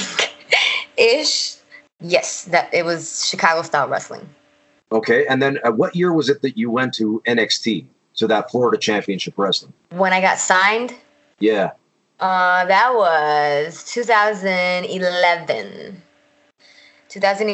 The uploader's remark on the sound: we have a skype call